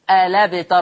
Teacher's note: حذفنا الهمزة للتخفيف، خدنا حركة الفتح حطناها على اللام الساكنة فتصير الابتر.